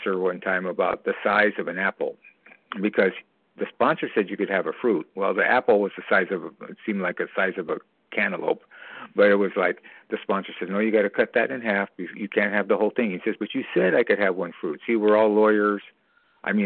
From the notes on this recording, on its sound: from the 100 Pounders Phone Meeting, 5/28/23